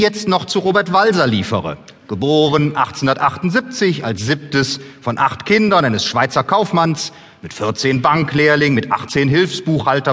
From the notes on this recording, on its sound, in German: Live-Event von der lit.COLOGNE 2014.